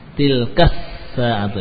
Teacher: Jadi langsung ke sin, ya, karena ada alnya, lamnya tidak terbaca, masuk ke sin langsung.